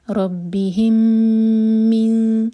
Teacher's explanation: ربیہم کا میم اور من کا میم یہ مرج ہوں گے، یہاں ہم ہولڈ کریں گے 2 سیکنڈس